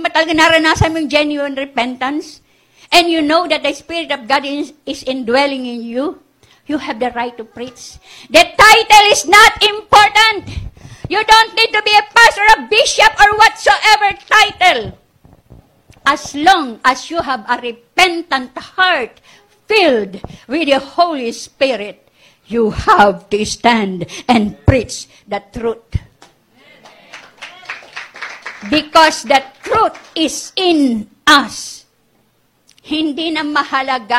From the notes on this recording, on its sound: This message is recorded live February 9 2020, 9:00am.